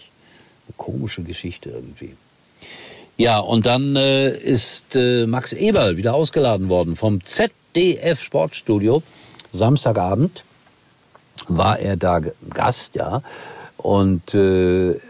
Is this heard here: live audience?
no